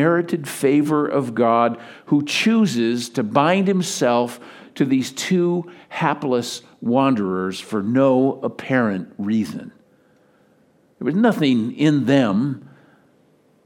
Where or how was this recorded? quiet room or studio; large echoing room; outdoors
large echoing room